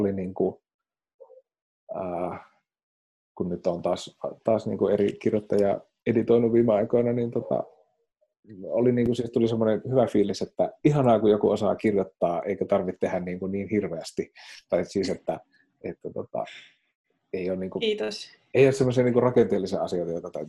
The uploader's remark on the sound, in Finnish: Jakso on äänitetty koronaeristäytymisen sääntöjen mukaisesti Zoom-videopuhelulla Raahesta Helsinkiin.